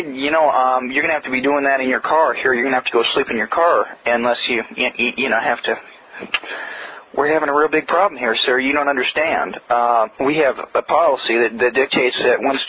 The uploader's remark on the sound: Prank Phone Calls Collection